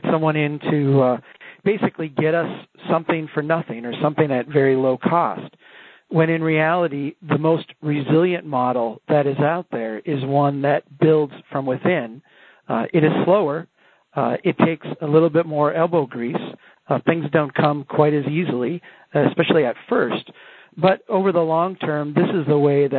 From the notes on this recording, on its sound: On this call recording. Call originally recorded on November 17, 2010.